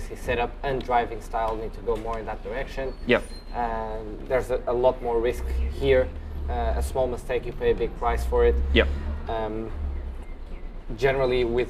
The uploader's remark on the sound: Enjoy the chat and background sounds of Long street in the CBD.